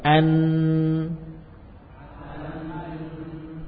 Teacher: Nun yang dibaca jelas. Maka lidah menempel pada gusi namun suaranya langsung memusat murni lewat mana? Hidung.